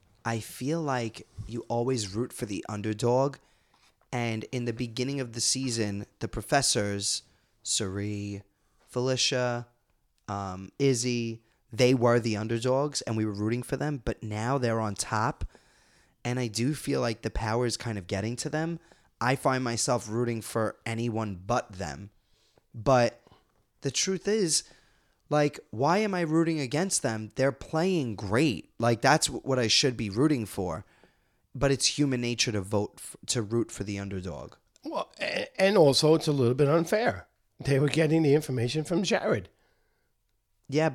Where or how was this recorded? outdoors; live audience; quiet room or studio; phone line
quiet room or studio